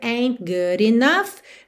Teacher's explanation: percebe que você não ouve o T, muito comum